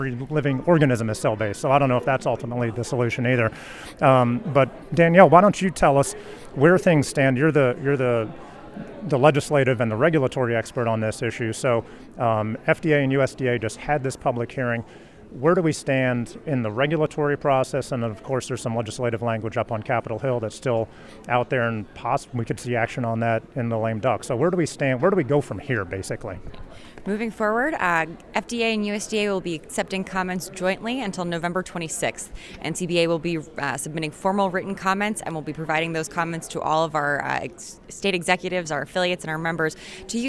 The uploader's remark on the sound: Live Report From The Big Ol' #FakeMeat Hearing in DC (No Music).